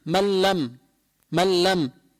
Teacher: ما عم يطلع غنة من الأنف، هذا اللي بسموه إدغام بلا غنة